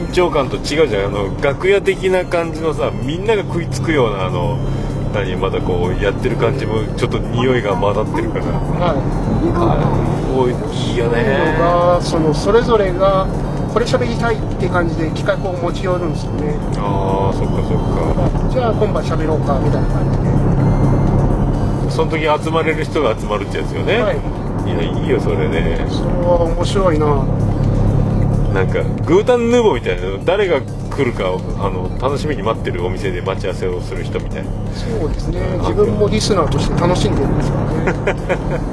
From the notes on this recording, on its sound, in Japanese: 送ってもらいながらの収録です。オルネポ奇跡の愛知県ラスト配信。